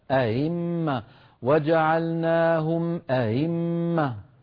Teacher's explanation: بتحقيق الهمزة الأولى وتسهيل الثانية · Term: التسهيل